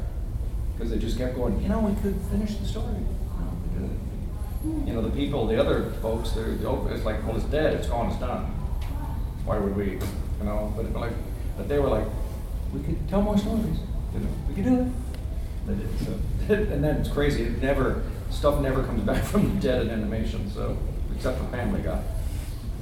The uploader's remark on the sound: Panel Gulf Coast Fan Fest 2018.